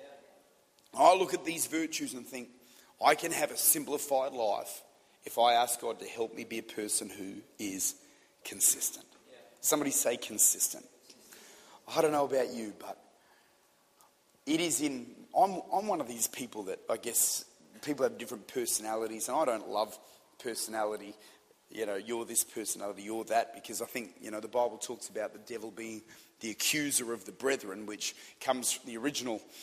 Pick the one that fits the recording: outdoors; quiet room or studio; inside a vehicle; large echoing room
large echoing room